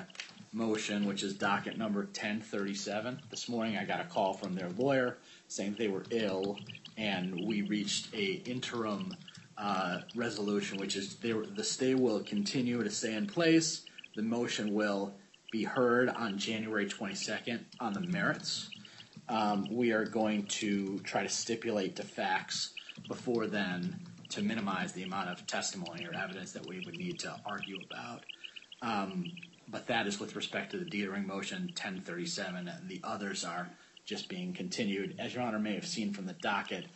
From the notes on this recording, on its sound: Audio of hearing held in the Yellow Corp. bankruptcy proceedings pending in Delaware. This is the official court audio, sorry about the sound quality.